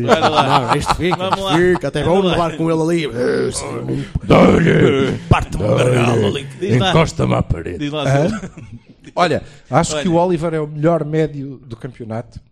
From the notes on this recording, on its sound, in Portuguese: A primeira edição do “A Culpa é do Cavani” gravada em frente a uma live audience não teve grandes diferenças do normal. O grande factor diferenciador é mesmo a participação do público, que se fez ouvir, micro em punho e copos de fino nas mesas.